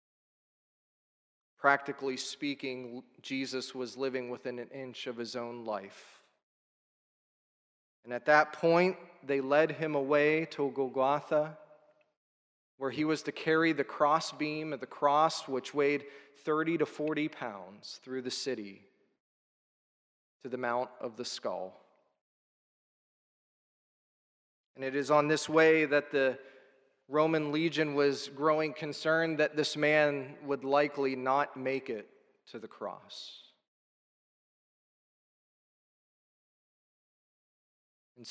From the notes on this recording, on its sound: This is a sermon recorded at the Lebanon Bible Fellowship Church in Lebanon, PA on 04/15/2022 during the Good Friday Service. Five guest pastors associated with the Lebanon Bible Fellowship Church spoke.